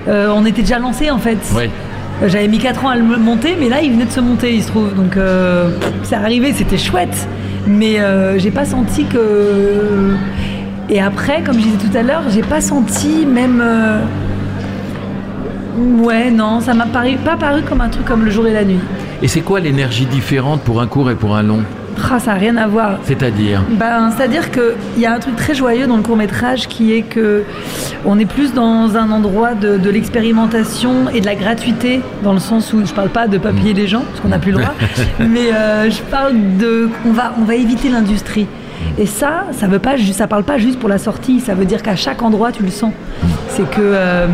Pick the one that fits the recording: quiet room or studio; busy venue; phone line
busy venue